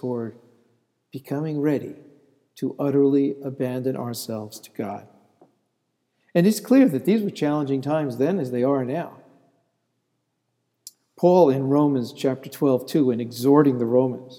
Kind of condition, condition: setting, large echoing room